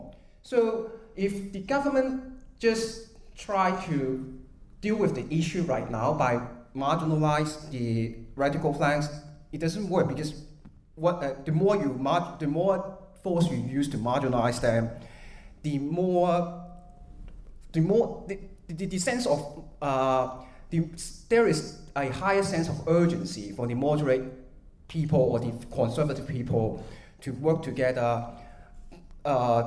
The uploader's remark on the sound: A live recording after a screening of Ten Years.